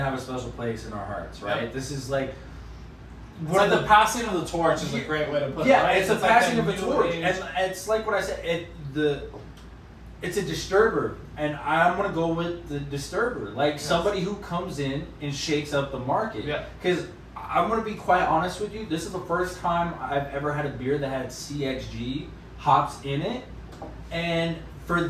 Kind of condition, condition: fault, phone or laptop microphone